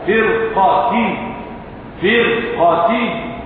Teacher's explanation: لوقوع القاف بعدها لوقوع القاف بعدها فرقتين فرقتين هذه الراء مفخمة لوقوع القاف المستعلية المفتوحة بعدها